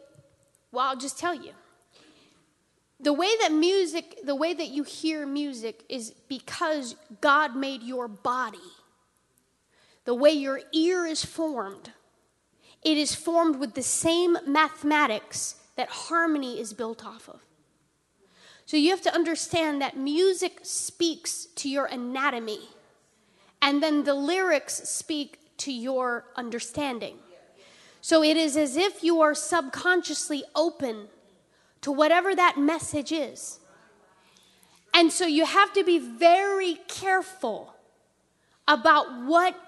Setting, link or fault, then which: setting, large echoing room